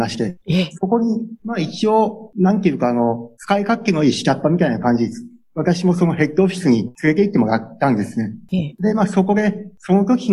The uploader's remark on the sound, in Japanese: Zoom・オンラインでインタビュー収録をしています